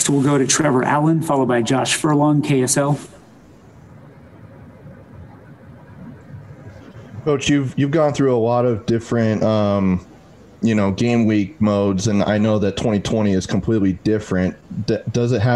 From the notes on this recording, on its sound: addressed the media Monday morning during his first weekly press conference